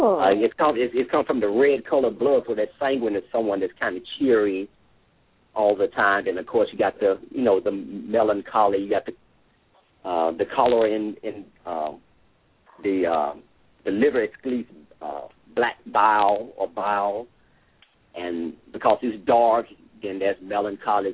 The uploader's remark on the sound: LML uses a progressive live call in format.